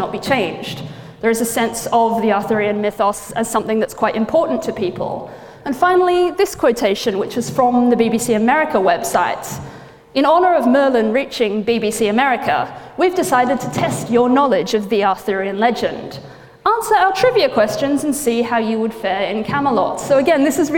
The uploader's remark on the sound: gives a lecture at the Bodleian Library